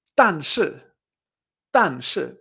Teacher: la 4-4 que hemos dicho que eran como dos golpes secos, como dos disparos